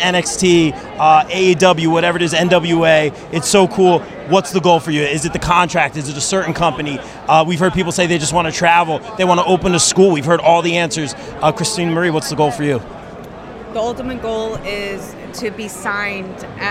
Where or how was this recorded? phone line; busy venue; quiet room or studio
busy venue